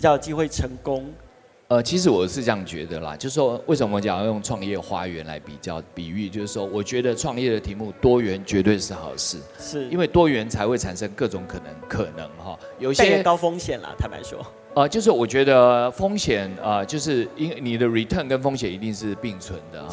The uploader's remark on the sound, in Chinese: 創業新聲帶首度嘗試活動現場即時收音LIVE錄製！並舉辦大型Demo Show，邀請20位創投組成最豪華陣容的評審團。